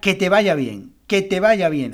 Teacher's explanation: El va es la sílaba tónica · Term: grupo acentual